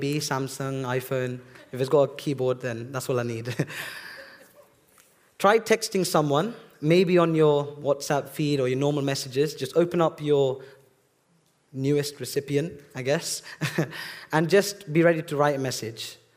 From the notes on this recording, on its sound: This sermon was recorded on Sunday 13th August 2023 at our Putnoe venue.